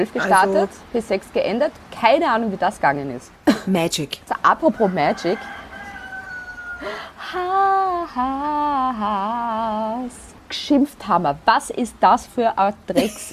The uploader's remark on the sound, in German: Hintergrundgeräusche gibts oben drauf